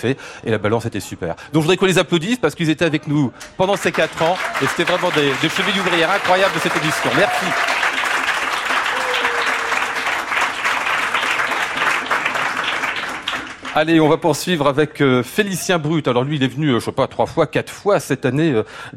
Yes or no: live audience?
yes